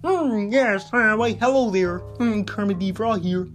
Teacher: It's kind of high, kind of in the back of your throat.